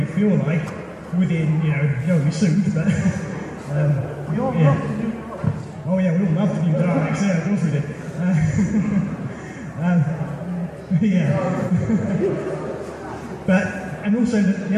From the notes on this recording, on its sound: This episode was recorded at the Whooverville 2 Convention at the Midland Railway Centre in Ripley, Derbyshire. This episode was recorded at the Whooverville 2 Convention at the Midland Railway Centre in Ripley, Derbyshire.